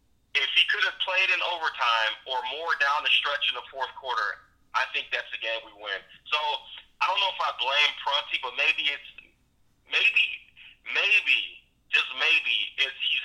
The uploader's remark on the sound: gets on the phone